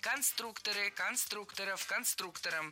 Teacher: Конструкторов, конструктора, это неверно. В слове «конструктор», опять же, ударение не меняется. Всегда сохраняется на «у» во втором слоге.